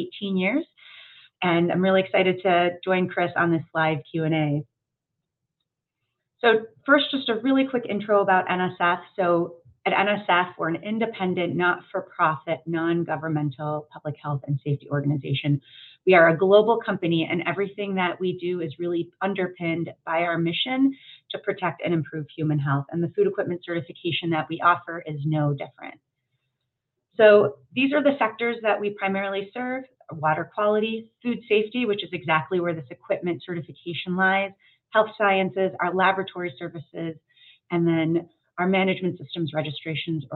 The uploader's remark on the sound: This is the audio from OttOmate's recent live Q&A webinar